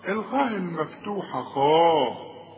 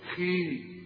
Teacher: الخاء المفتوحة خاء، طب والمكسورة خي، مش وسط بقى